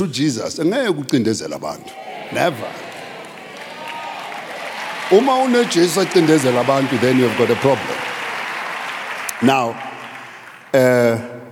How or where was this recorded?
large echoing room